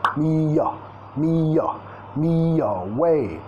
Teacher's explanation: Vamos a vincular y away, tenemos la primera sílaba como sonido schwa